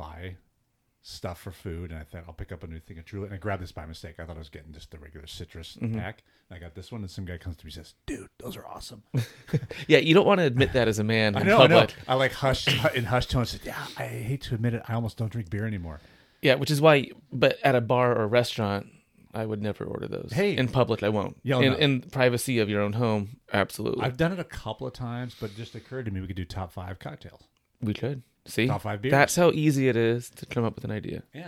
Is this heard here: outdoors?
no